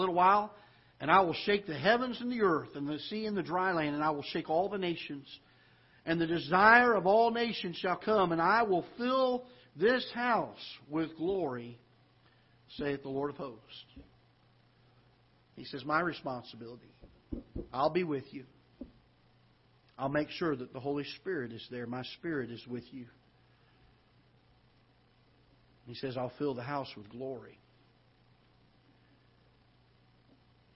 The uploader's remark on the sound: Ketha Heights Baptist Church ~ Live Broadcast